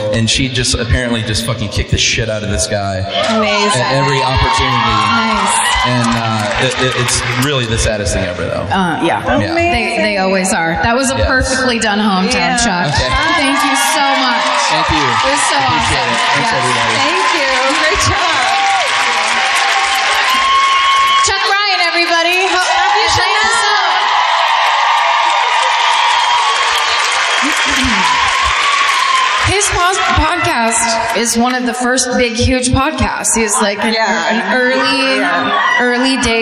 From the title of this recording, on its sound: Live at the Fox Theatre in Atlanta